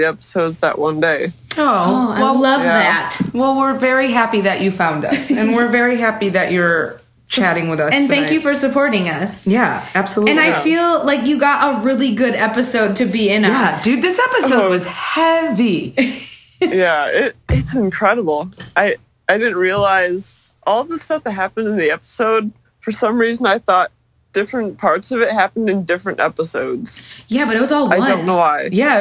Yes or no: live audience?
no